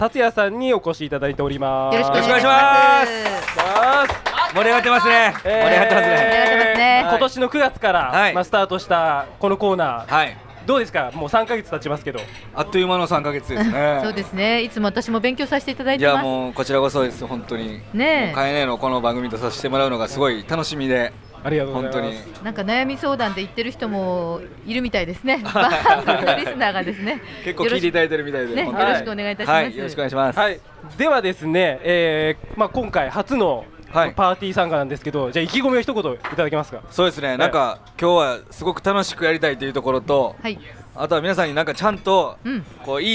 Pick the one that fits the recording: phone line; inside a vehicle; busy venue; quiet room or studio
busy venue